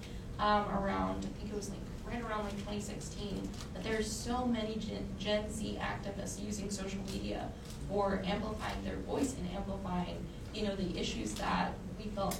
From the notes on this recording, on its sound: Tunes in live from Austin, TX at the IGNITE Norma K. Stone Young Women Run Texas 2023 conference.